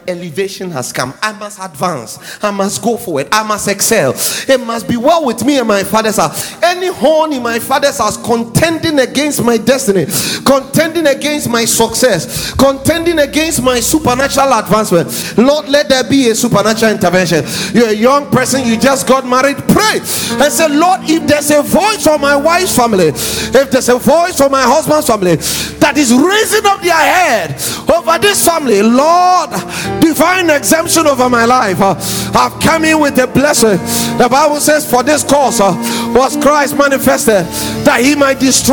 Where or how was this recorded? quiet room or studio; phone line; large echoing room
large echoing room